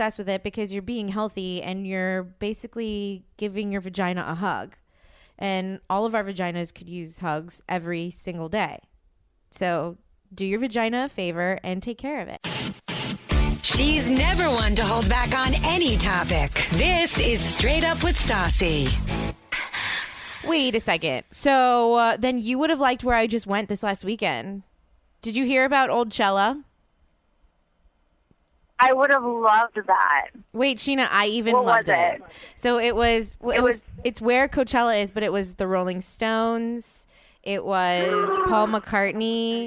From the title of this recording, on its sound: records her phone conversation with her best friend